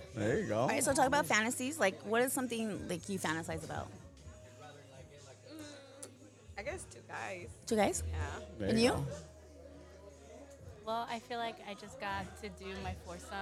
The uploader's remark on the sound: This Episode was recorded live at event, Pajama Jam.